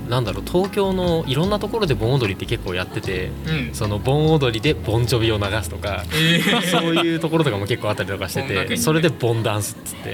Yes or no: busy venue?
yes